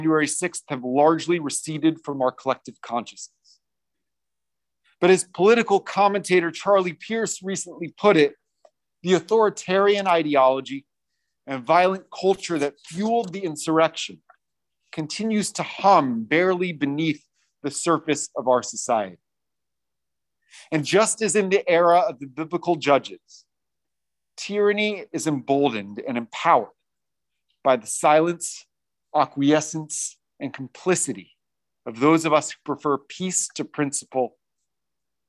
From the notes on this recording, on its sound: recorded at Temple Beth-El on December 18, 2021